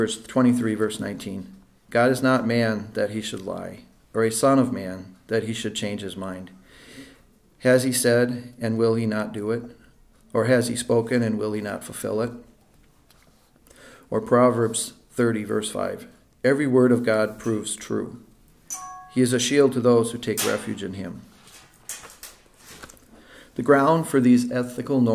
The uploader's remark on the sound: This is the recording of the Sunday School class taught by our elders.